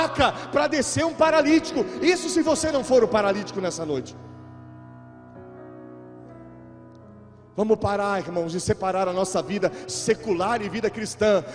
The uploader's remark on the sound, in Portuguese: Gravado ao vivo na igreja.